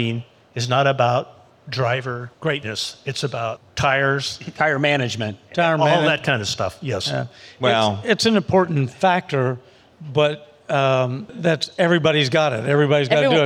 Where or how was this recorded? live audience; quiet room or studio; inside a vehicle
live audience